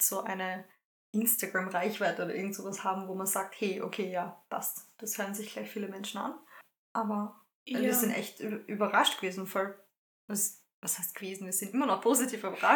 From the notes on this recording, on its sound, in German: Hinweis: Die Tonqualität dieser Folge ist leider nicht optimal. Wir sind noch Neulinge auf dem Gebiet, arbeiten aber daran dies in den zukünftigen Folgen zu verbessern.